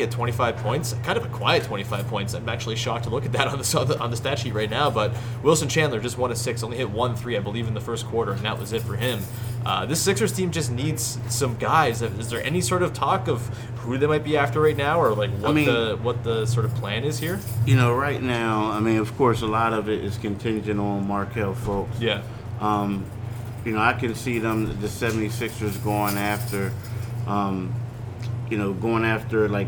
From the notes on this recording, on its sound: Live! from Raptors/Sixers. Chat in-person after the Raptors' 113-102 win over Philly on Wednesday night.